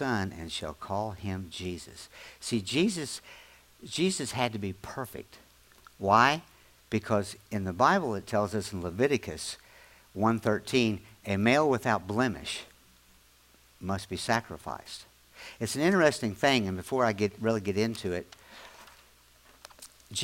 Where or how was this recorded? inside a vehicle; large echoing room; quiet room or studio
large echoing room